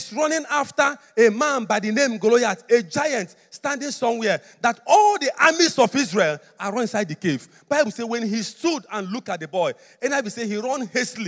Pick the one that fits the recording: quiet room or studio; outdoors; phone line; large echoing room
large echoing room